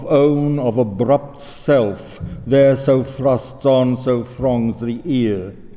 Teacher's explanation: the word is itself sprung against the immediately following stressed word self, without syllable coming between